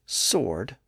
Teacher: Think about the word sword. Here we have SW followed by O, and in that situation, the W sound was lost in the middle. And today, the standard pronunciation is sword without the W sound.